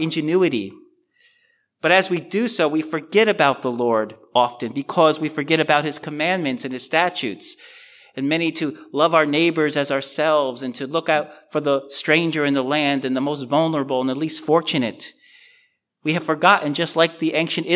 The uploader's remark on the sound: A special message delivered at our Community Thanksgiving Service. Our Community Thanksgiving Service is an annual interdenominational worship service where we lay aside denominational differences and worship together as "the" church gathered in South Amboy.